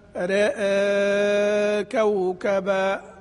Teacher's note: أن يستمر التقليل طول مدة المد، يعني نقول مثلا رأى كوكبا، في بعضهم يبدأ يقلل ثم يرفع، يقول رأى، رأى، خطأ، هي المادة هي تبع التقليل اللي قبل، رأى كوكبا، والإشباع رأى كوكبا.